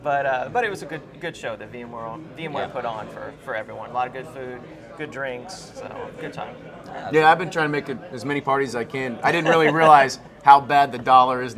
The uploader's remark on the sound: LIVE From VMworld 2010 Europe. LIVE at VMworld 2010 in Copenhagen! We recorded this live episode of vChat from the VMworld news desk.